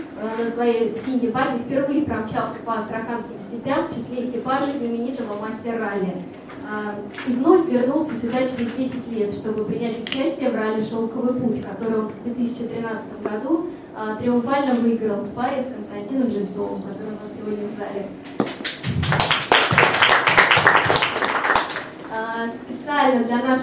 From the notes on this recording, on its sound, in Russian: Ралли-рейд ЗОЛОТО КАГАНА 2015. Пресс-конференция 07.04.15. В записи пресс-конференции, которая прошла 7 апреля 2015 года в стенах Российской Автомобильной Федерации.